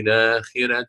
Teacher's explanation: الراء مرققة، لماذا؟ لأنها سبقت بكسر، سبقت بكسر، كسر لازم.